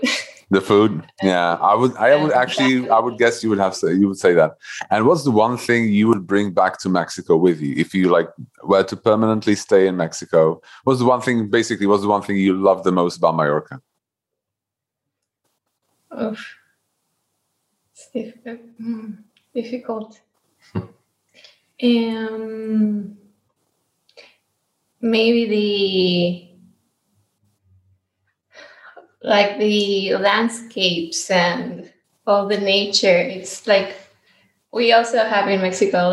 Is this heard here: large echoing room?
no